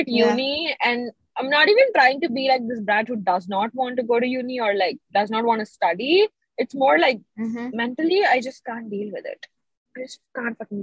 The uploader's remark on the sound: Car version